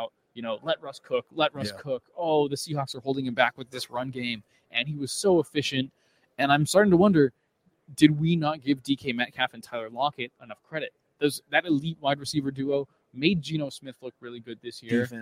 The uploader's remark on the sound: LIVE from Radio Row